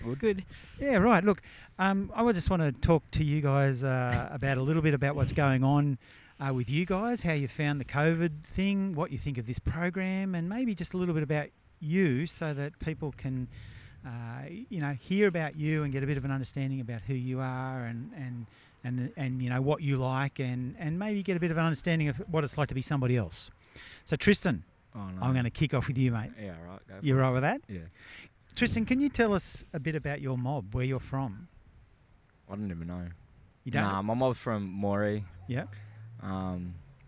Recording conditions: outdoors